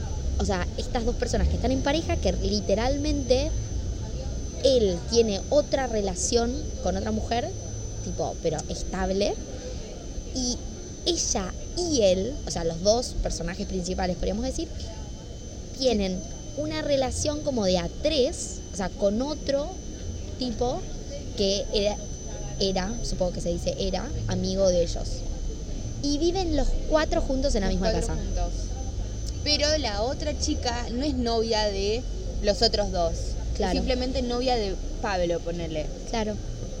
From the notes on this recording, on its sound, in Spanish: Perdón por el ruido infumable de fondo